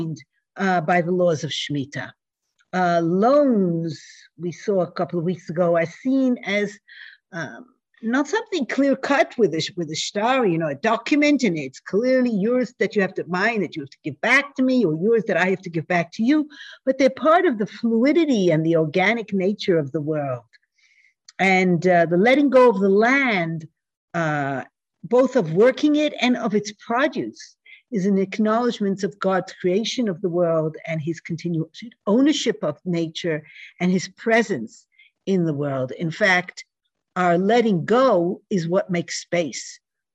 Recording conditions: video call